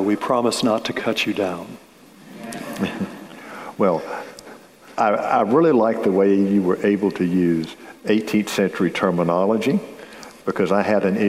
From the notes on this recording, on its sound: a conversation recorded before an audience, live as well as virtual, at the Charleston Literary Festival in November of 2021.